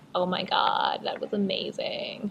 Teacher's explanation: vocal fry is kind of like the Kardashian thing where they're like, oh my god, that was amazing, and it kind of goes all crackly